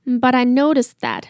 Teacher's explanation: 这边的 but 跟 I 呢要做一个连音。那因为连音的关系呢，所以 but 的 T 呢就被弱化掉了，变成比较像 D 的音，滴滴滴的的那个音。But I noticed that, 这边的 noticed,原本应该是过去式，也就是说它有加一个 D 在后面，但是呢因为讲者也连音了，所以把 noticed 的那个 D 跟 that 的 TH 连在一起了，变成 noticed that.